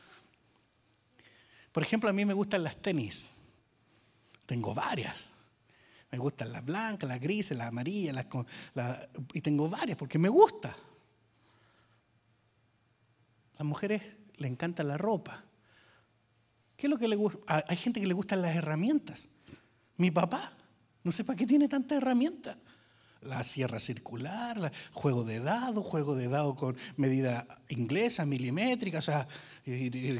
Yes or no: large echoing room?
yes